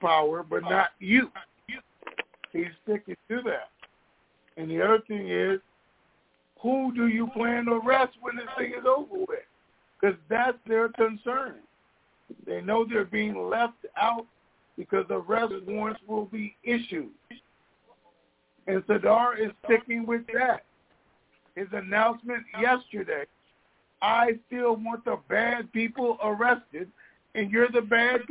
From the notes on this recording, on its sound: TNTSuperfantastic Conference Call